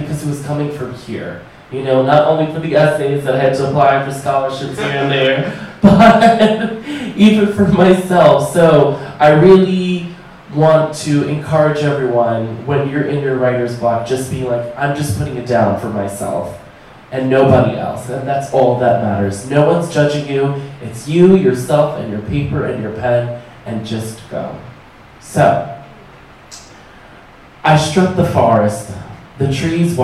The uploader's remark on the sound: This recording is from the sixth salon; artists who consented to being recorded are included on this. The episode consists of clips of what the artists brought to this open mic, as well as a few conversations with people during the intermission.